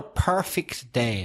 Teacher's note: the adjective is perfect where you stress the first syllable